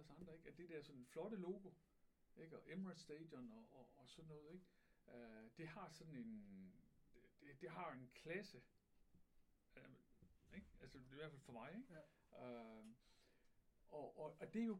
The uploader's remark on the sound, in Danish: Problemer med lyd - Ny version udkommer tirsdag aften !!